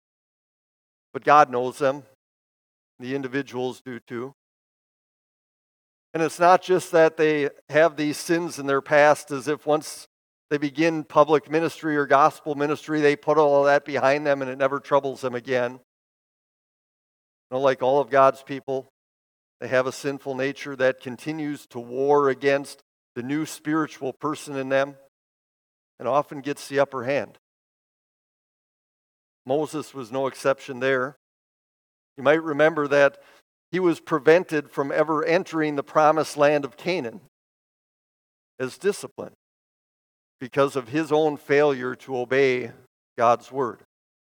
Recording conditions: large echoing room